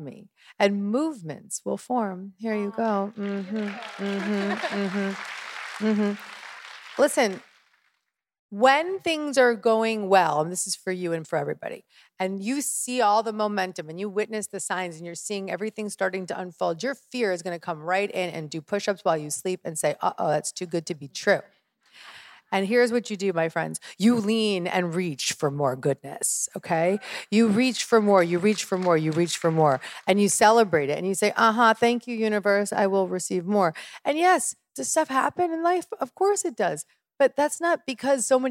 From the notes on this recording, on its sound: Q&A from my first Dear … Live